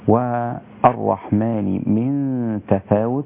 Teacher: النون الساكنة مع التاء، جاءت حكم الإخفاء، أو جاء حكم الإخفاء، نون ساكنة مع التاء، ومن أقوى مراتب الإخفاء لأن التاء قريبة من مخرج النون.